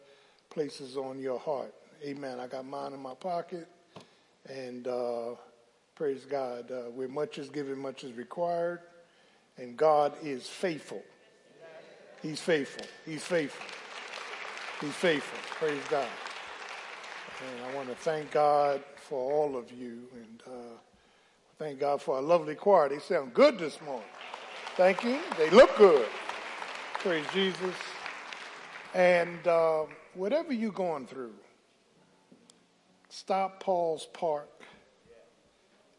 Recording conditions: large echoing room